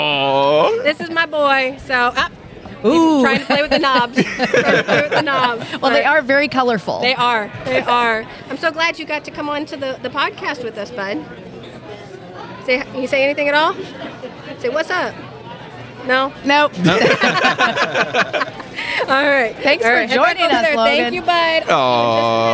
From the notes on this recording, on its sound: Celebrating 100 at the Missouri State Fair. With a live broadcast at the Missouri State Fair on August 17, 2023. With special guest appearances by colleagues, fans, and one adorable little guy.